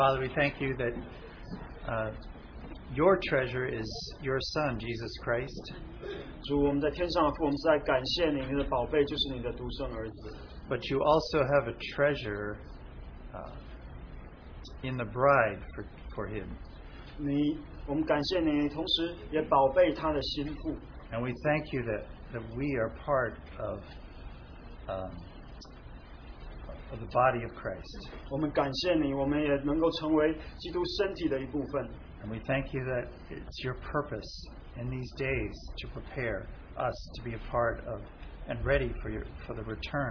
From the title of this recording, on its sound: Open Sharing from Christian Family Conference